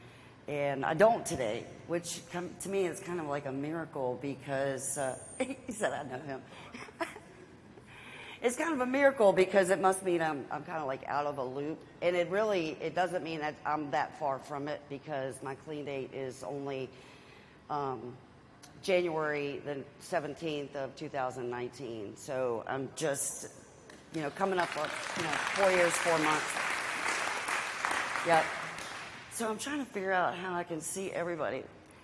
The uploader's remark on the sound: Live at Henrico East Jail